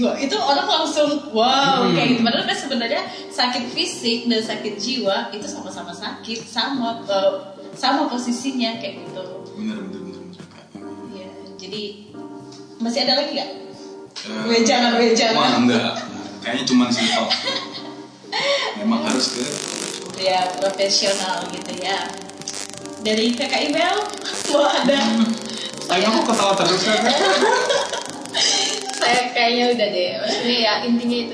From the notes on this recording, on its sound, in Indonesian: Rekaman podcast ini sedikit trouble secara teknis